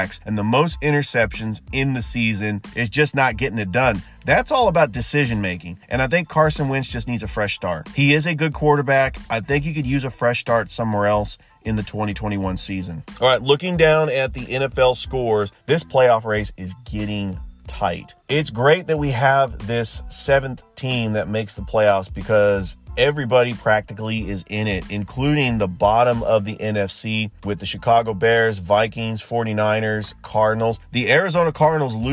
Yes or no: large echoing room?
no